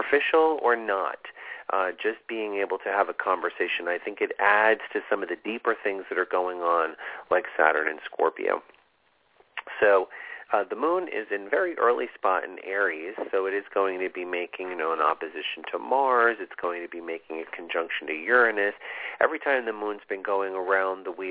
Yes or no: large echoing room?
no